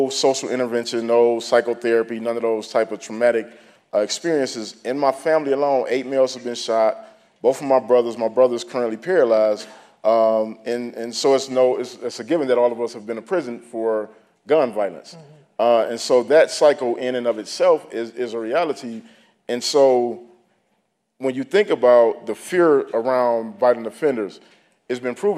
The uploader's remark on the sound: took place at the 2015 Aspen Ideas Festival.